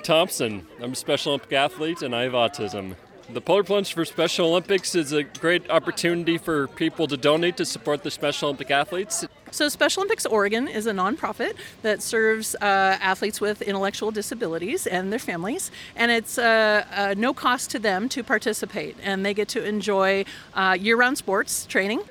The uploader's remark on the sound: We hear from the students at the rally and the pained shouts of the people who participated in the Polar Plunge fundraiser